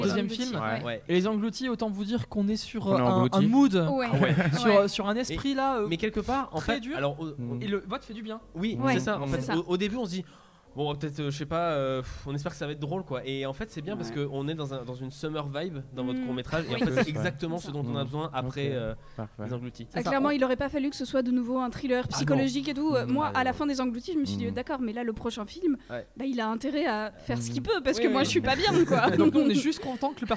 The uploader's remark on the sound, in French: Kolibri est en direct du Festival International du Court Métrage à Clermont-Ferrand